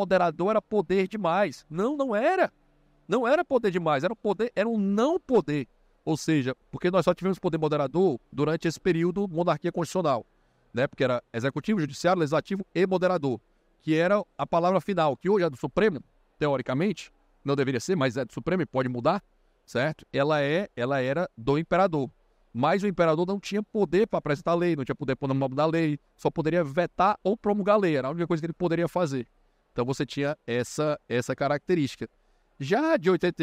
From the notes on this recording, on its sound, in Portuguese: foi gravado em abril de 2023, no Fórum da Liberdade